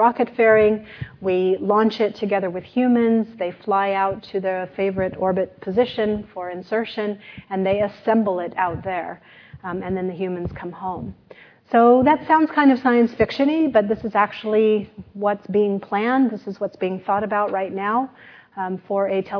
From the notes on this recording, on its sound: This lecture took place at the University of Sydney